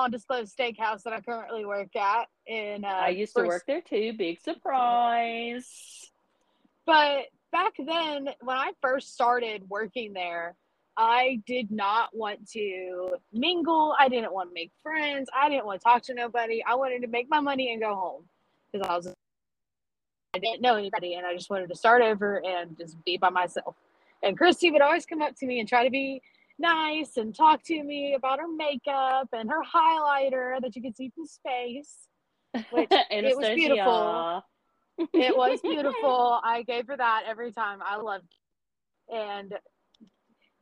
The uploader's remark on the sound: The quality isn’t as great since we recorded over the internet 2 hours away from each other